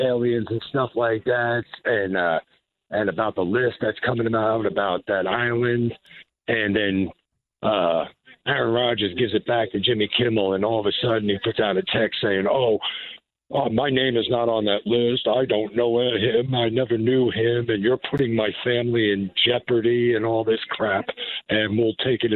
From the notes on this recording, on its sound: closes out the first hour with a phone call!